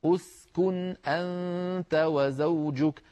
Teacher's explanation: همزة وصل سين ساكنة كاف مضمومة، فمن أجل الكاف المضمومة، من أجل ضمة الكاف ضممنا همزة الوسط عند البدء بها، فنقول أسكن أنت وزوجك، ولو وصلنا تسقط، ويا آدم اسكن، فتسقط همزة الوصل.